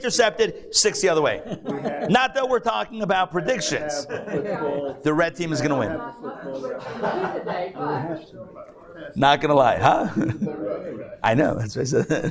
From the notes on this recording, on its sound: Recorded live at The Torah Center ATL